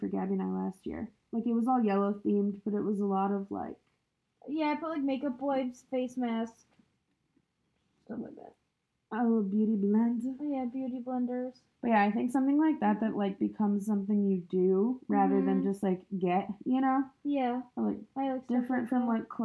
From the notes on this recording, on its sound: Sorry about the touchy audio this week!